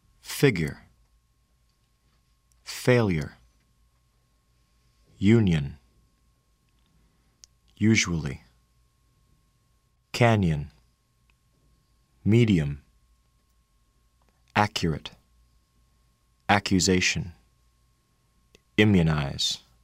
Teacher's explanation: When U occurs in unstressed syllables, the second sound of the combination changes from U to the unstressed vowel sound. Begin with E, then move your lips to the almost closed and relaxed position of the unstressed vowel sound.